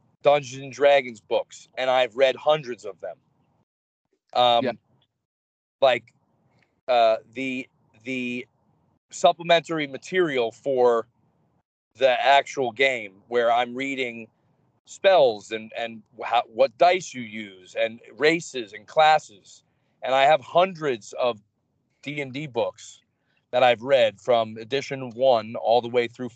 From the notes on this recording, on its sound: while he was driving back home with a friend